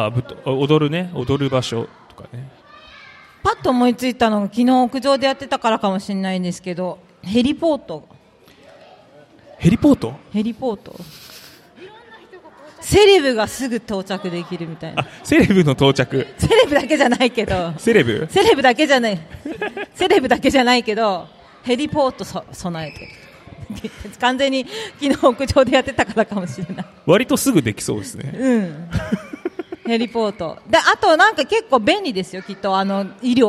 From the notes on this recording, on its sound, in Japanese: 楽しく公開収録。鳥取県倉吉市発。